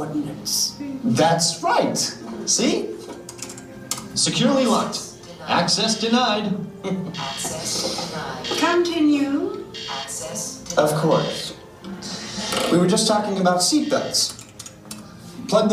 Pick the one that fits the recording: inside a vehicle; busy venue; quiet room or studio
busy venue